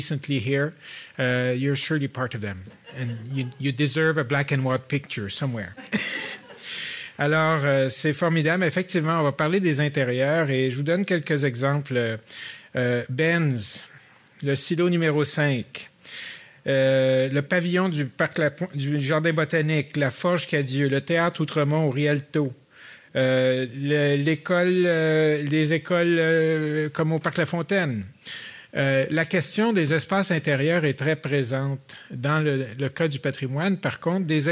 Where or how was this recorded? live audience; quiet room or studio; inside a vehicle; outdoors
live audience